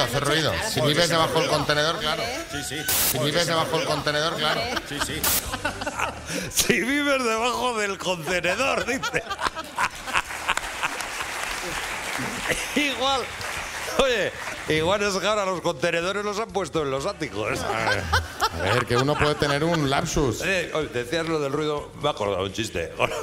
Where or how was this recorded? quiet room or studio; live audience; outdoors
live audience